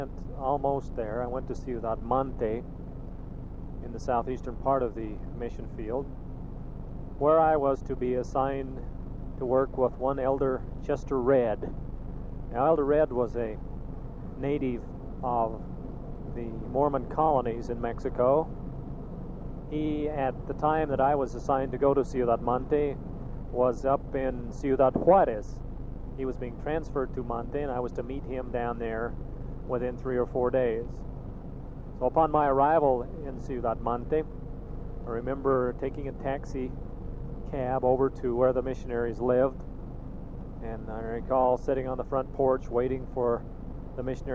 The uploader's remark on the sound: Driving Home from work